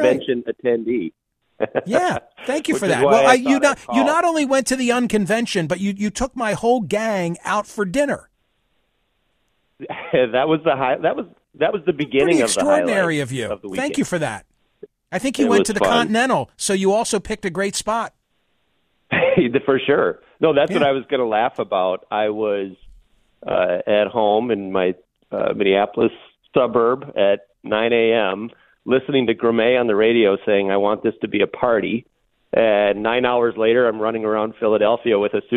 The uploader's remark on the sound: Open The Phone Lines, They Said. He let the callers take control, with no commentary, no topics, no rules - just Open Line Friday.